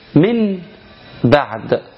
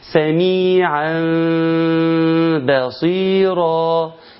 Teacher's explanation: النون الساكنه اتى بعدها حرف الباء، هنا وجب الاقلاب، وجب ان النون تقلب تبقى باء، النون تقلب تبقى ميم.